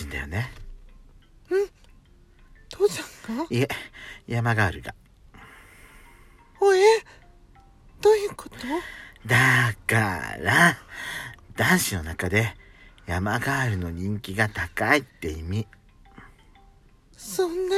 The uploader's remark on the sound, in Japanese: パーキング収録